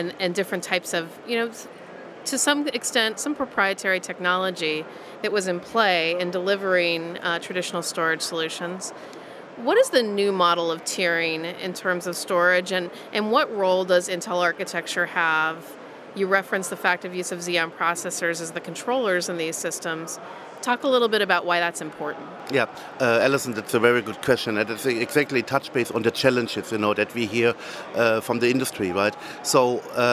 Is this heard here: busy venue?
yes